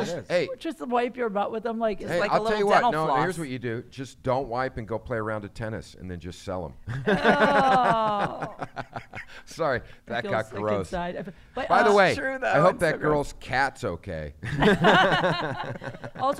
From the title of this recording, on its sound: LIVE from All Things Comedy Comedy Festival in Phoenix!